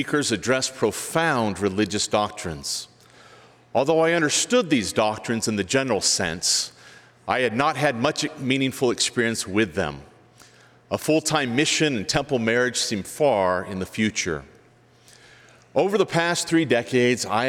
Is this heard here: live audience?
yes